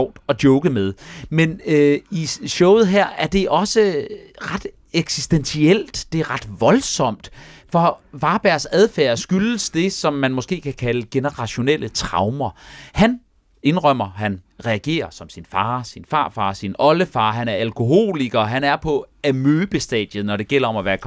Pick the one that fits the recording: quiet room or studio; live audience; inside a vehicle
quiet room or studio